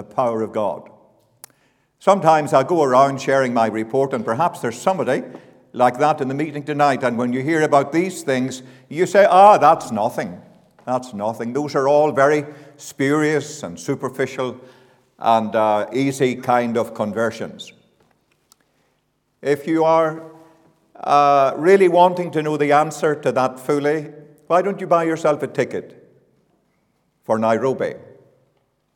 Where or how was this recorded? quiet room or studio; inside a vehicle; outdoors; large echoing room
large echoing room